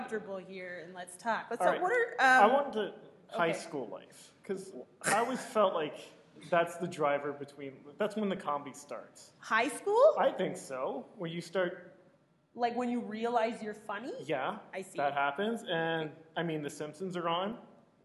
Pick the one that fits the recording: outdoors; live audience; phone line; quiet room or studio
live audience